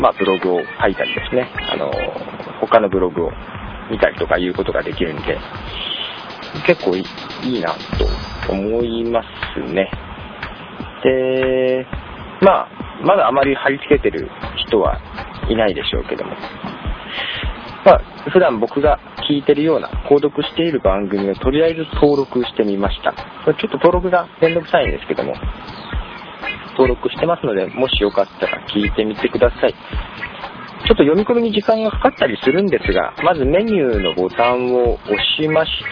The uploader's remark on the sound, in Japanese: ポッドキャストの録音は外出時がほとんど